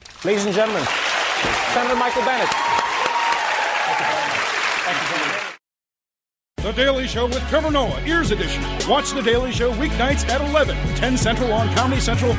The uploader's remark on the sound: Fields Questions from The Daily Show Audience